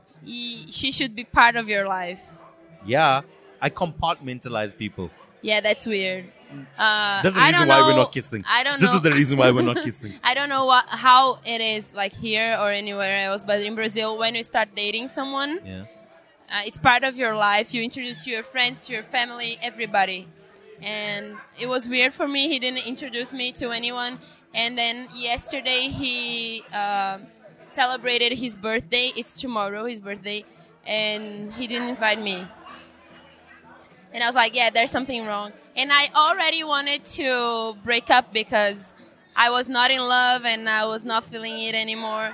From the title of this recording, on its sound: LKS Outside: At a pre-party for the Rugby